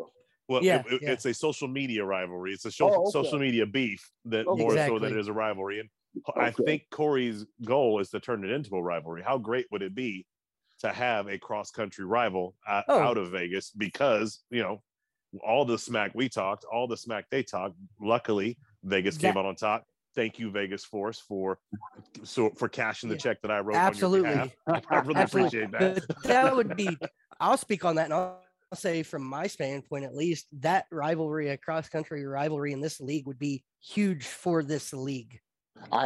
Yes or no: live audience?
no